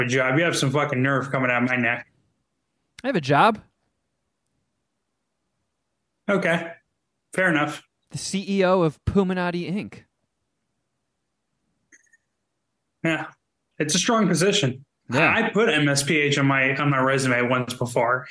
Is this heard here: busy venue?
no